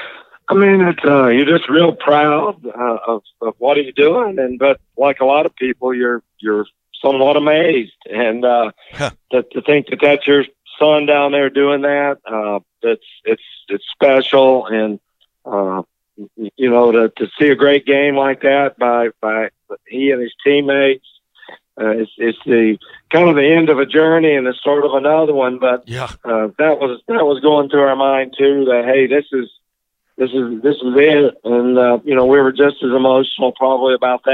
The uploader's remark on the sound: Called. In-studio.